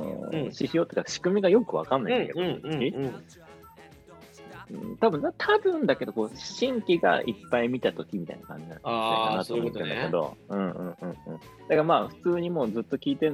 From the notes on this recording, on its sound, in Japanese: 今月は、名古屋、北海道でのリモート収録！